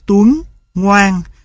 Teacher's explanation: hai môi của người phát âm tròn lại. Yếu tố tròn môi trong âm tiết kiểu này được gọi là âm đệm.